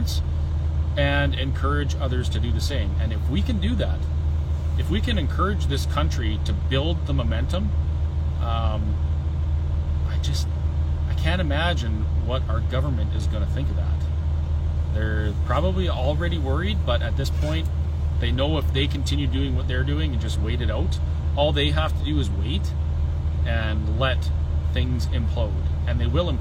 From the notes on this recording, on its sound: The Convoy is in Ottawa and we walk around taking in all the sights and sounds of Ottawa.